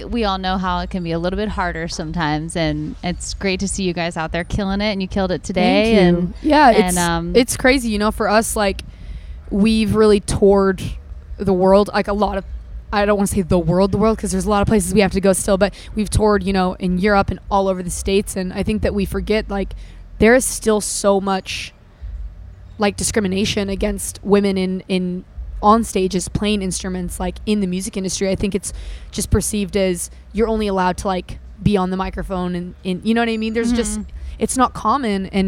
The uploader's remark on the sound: At Okeechobee Fest!